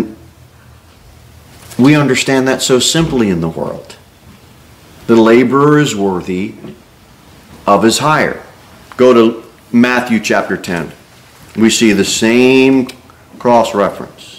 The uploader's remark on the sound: Sermon delivered at Pilgrim Baptist Church. A bible-believing, independent Baptist church.